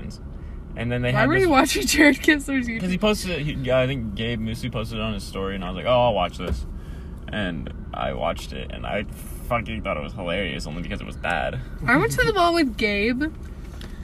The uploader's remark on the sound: Hanging out with friends in my car before school starts.